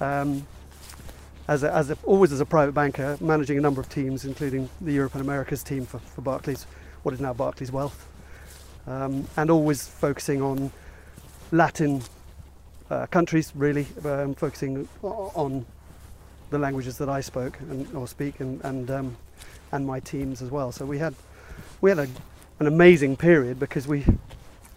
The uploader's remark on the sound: Walking around Ardington House in Oxfordshire